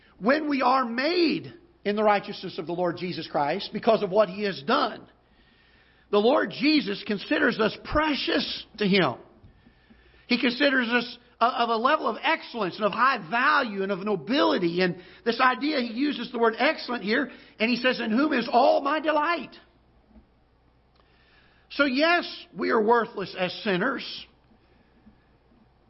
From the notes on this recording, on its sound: Ketha Heights Baptist Church ~ Live Broadcast.